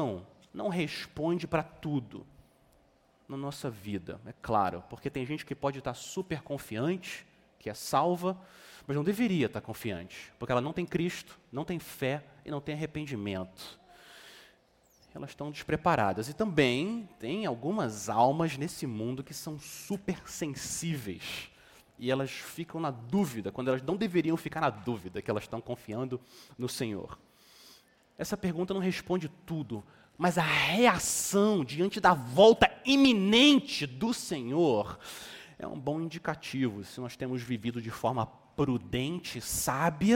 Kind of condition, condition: setting, large echoing room